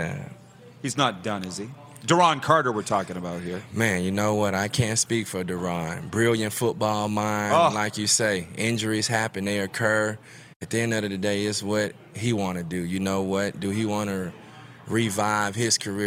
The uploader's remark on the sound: LIVE Grey Cup Coverage from Ballers RecRoom in Regina!